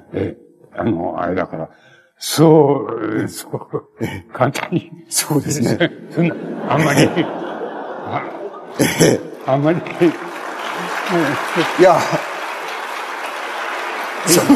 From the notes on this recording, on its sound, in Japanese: 主催：ほぼ日刊イトイ新聞。場所：昭和女子大学人見記念講堂。ほぼ日刊イトイ新聞 10周年記念として 開かれた講演会での講演。ライン録音でクリアに収録。